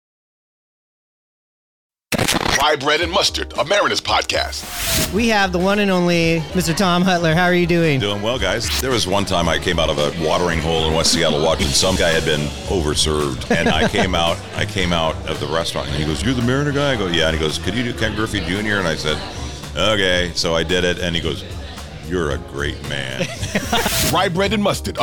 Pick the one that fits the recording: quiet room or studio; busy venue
busy venue